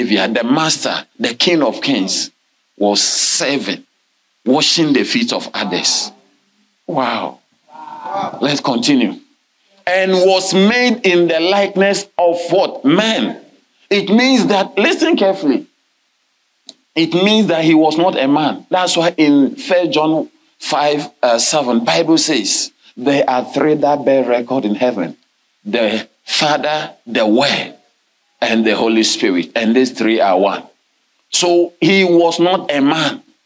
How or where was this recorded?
large echoing room